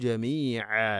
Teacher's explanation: ജമീഅ വഖഫ് ചെയ്യുമ്പോൾ രണ്ട് ഹർക്കത്തിൻ്റെ ഖദറിൽ നീട്ടിക്കൊണ്ടാണ് നിർത്തേണ്ടത്. ഇനി കൂട്ടി ഓതുന്ന സമയത്ത് ജമീഅ ഫയുനബ്ബിഉഹും, അവിടെ അവ്യക്തമാക്കി മണിച്ചുകൊണ്ടാണ് ഉച്ചരിക്കേണ്ടത്.